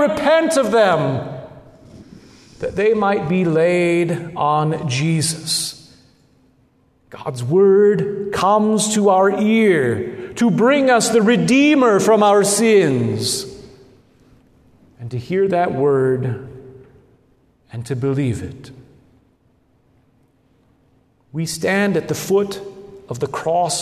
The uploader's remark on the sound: Good Shepherd Lutheran Church in Lincoln Nebraska